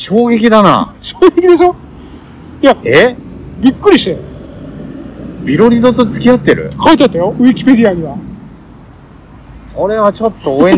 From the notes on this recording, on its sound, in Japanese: 外で収録したので音声悪くてごめんなさい！